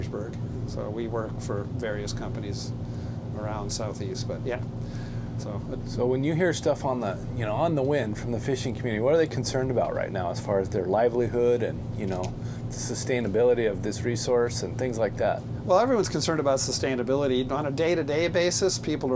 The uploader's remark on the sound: An episode recorded on board a 90’ wooden fishing vessel off the coast of Sitka, Alaska. A beautiful morning in the harbor and open water off the coast of Southeast Alaska.